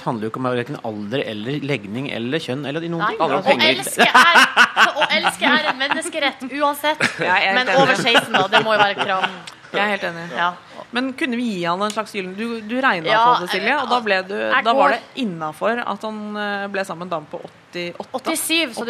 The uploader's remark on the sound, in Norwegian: Live fra P3-aksjonen. I Spikersuppa i Oslo.